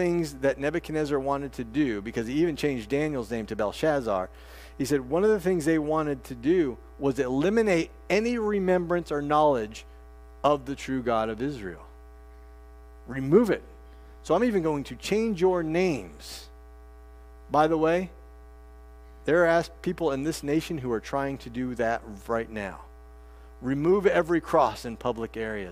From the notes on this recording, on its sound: This sermon preached at First Artesia CRC.